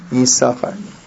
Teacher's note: Yisachar has two sins, and we do not pronounce the second sin. It's a silent sin.